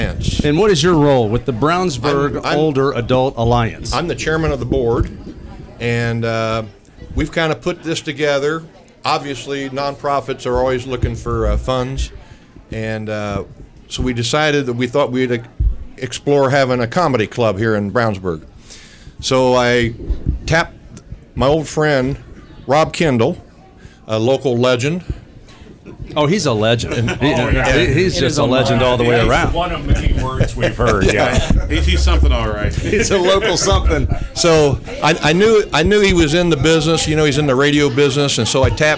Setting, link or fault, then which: setting, busy venue